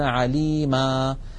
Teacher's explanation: إلا أنه إن كان آخرها فتحة، يعني مثلا عليما، فإنهم يحذفون التنوين ويقفون بألف معوضة عن تلك النون فيقولون عليما، بينما مثلا عليم يحذفون التنوين ويقفون بالسكون عليم.